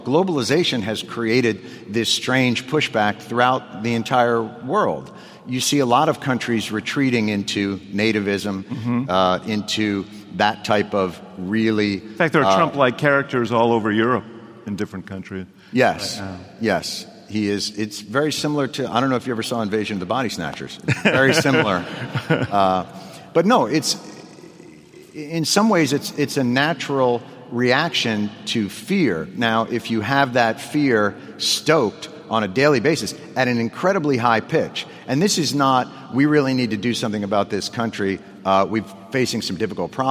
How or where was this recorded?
large echoing room